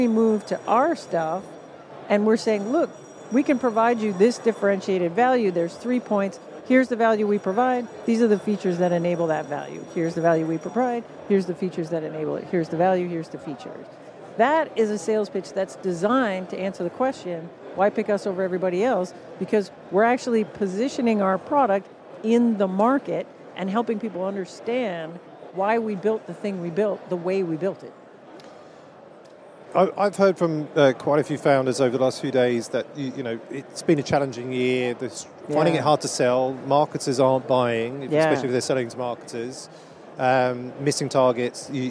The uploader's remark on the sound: live from the #SaaStock2023 Podcast Stage